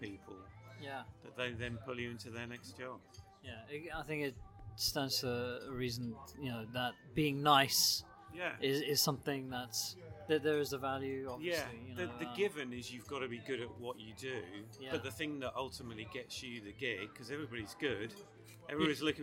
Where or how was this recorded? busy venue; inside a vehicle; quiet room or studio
busy venue